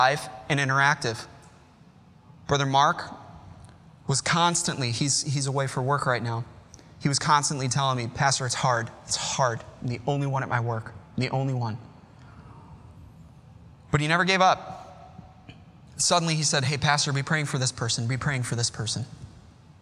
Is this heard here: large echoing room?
yes